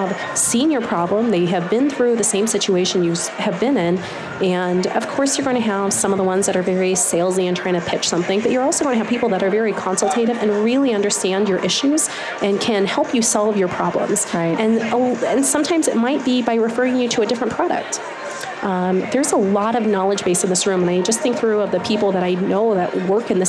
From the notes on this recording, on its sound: LIVE from Las Vegas, at #HRTechConf